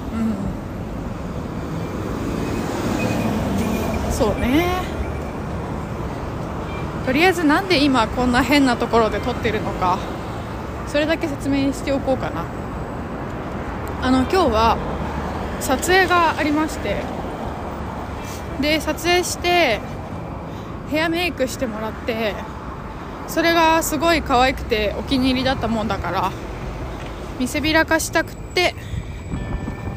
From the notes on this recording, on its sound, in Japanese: 風の強いお散歩。安定の謎音質でのお届けです！